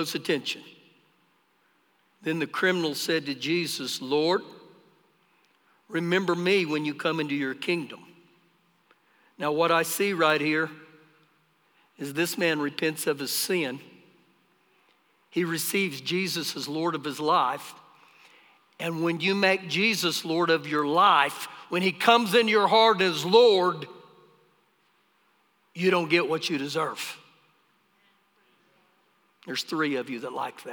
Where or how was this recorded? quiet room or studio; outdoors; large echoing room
large echoing room